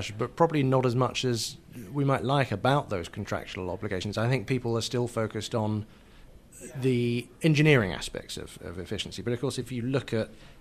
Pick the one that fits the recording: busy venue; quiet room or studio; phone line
busy venue